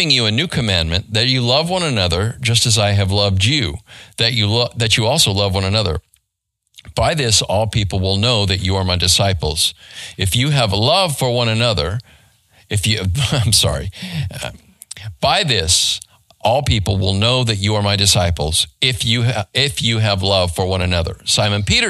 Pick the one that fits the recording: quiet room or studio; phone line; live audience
quiet room or studio